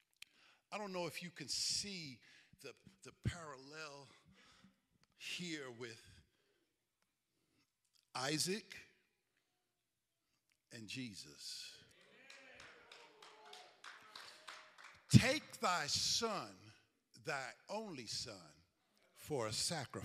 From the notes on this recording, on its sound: Recovery Church Live Event.